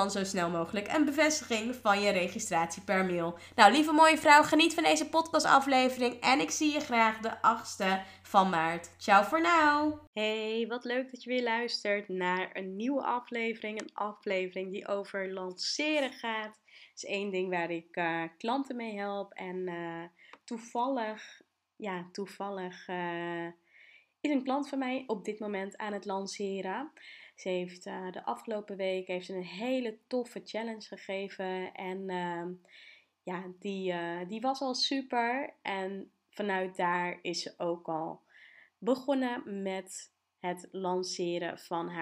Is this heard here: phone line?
no